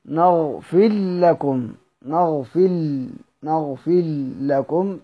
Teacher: وتشدد طبعا اللام لأنها حرف مدغم فيها · Term: إدغام الراء في اللام